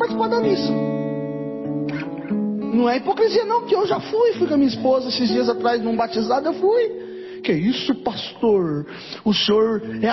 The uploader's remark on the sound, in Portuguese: Mensagem gravada em 21/05/2023 - Culto da Família